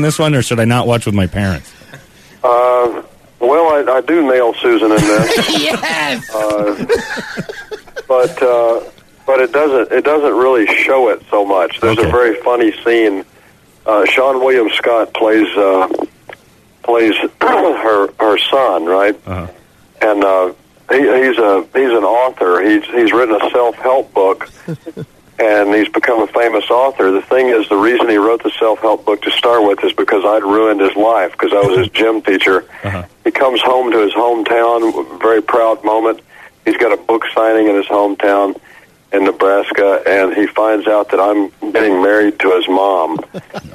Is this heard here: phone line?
yes